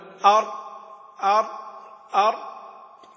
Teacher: مخرج الراء وهو مخرج النون من طرف اللسان بينه وبين ما فوق الثنايا العليا، غير أنه أدخل في ظهر اللسان قليلا. يعني أقول أن الراء أدخل في الظهر، أر أر.